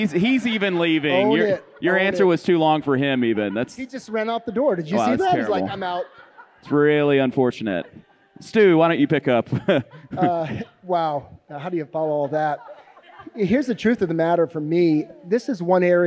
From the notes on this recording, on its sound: Filmed in front of a live audience at the MOPC 2022.